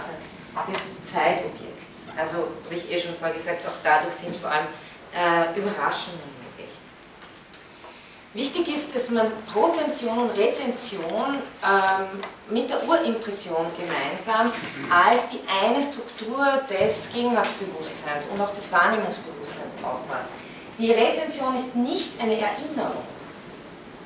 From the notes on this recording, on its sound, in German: von Studierenden aufgezeichnet